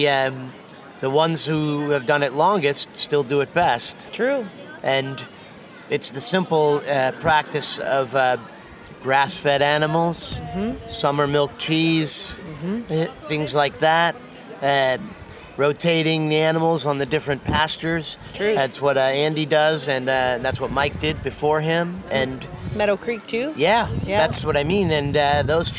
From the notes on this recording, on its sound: reports live from Bra Cheese.